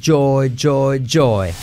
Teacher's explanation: Es que hagas como una CH, cha, cha, pero activando las cuerdas.